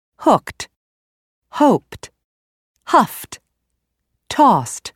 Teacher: that unvoiced sound must also be followed by the unvoiced t sound.